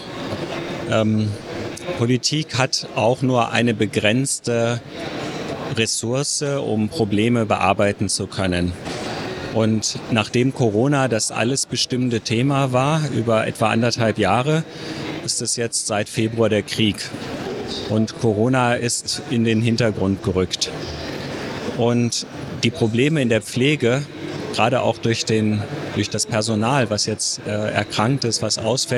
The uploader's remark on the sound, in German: Live vom Deutschen Pflegetag 2022 (Erster Tag)